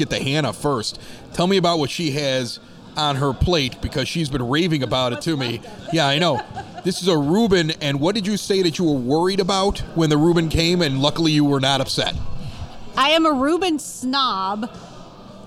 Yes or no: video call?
no